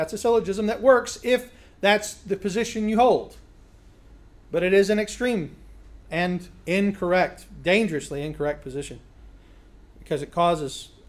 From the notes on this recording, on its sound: a recent lecture he gave at Sovereign Grace Academy